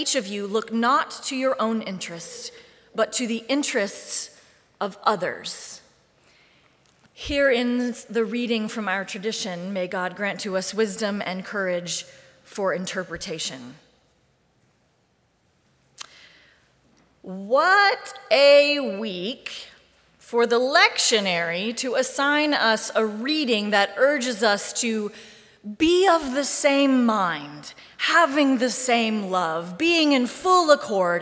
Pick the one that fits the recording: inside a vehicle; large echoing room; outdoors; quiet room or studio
large echoing room